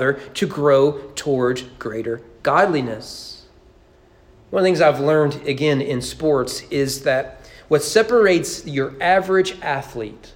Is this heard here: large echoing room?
yes